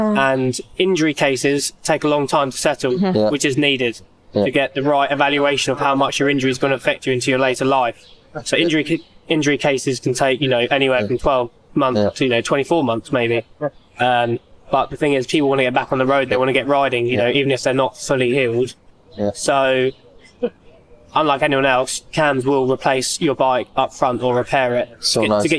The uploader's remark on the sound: Surrounded by sheep at the Chiltern Velo Cycling Cafe. Recorded at the renowned Chiltern Velo cycling cafe. Recorded amidst a lively barbecue at Chiltern Velo, following an epic road ride in the picturesque Chiltern Hills with riders from the Amersham Cycling Club.